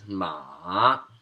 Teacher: the third tone is going down and then back up.